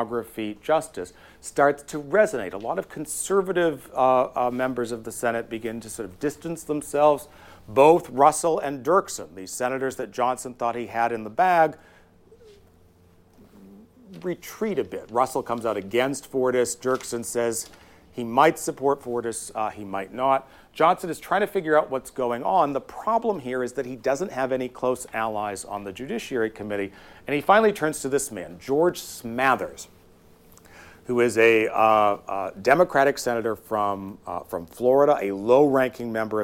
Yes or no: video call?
no